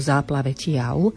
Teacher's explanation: Pozor, tu je na konci slova V a vyslovujeme ho ako U